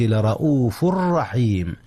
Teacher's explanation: أدغم تنوين رؤوف، إن الله بالناس لرؤوف في راء رحيم · Term: إدغام